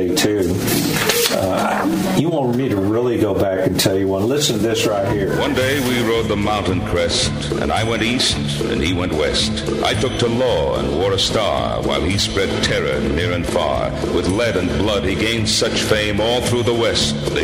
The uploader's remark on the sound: LIVE from Tootsie’s Orchid Lounge in Nashville!